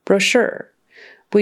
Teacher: We do say that O as a long O, bro-sure. That CH becomes an SH for some reason, probably because it was French at one time.